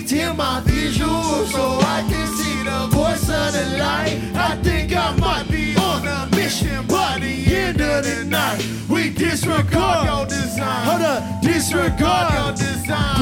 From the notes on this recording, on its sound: The performance was captured during the 2019 New Hands Festival at Healer. The performance was captured during the 2019 New Hands Festival at Healer .